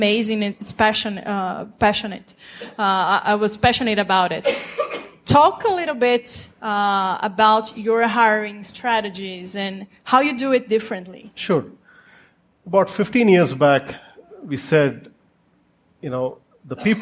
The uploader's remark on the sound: Fresh off the SaaStock LatAm stage, we bring you one of the favourite panels of the day.